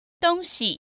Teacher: That's a first tone and a neutral tone.